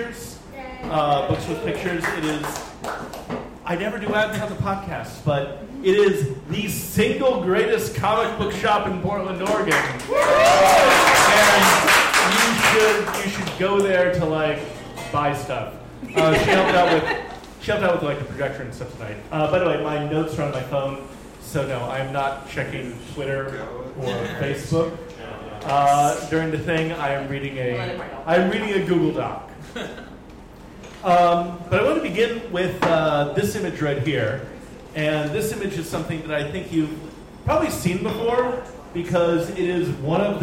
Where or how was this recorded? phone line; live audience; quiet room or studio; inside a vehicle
live audience